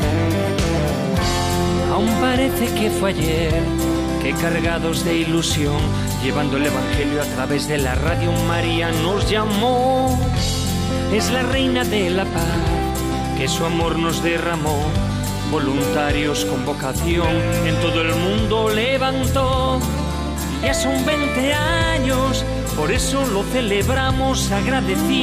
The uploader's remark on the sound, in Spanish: Un programa grabado en vivo en la Basílica-Parroquia de Santa Engracia de Zaragoza, en el transcurso del encuentro interdiocesano de voluntarios de Radio María de la zona Aragón-Soria.